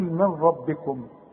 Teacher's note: نون ساكنة بعدها ر اسقطها من النطق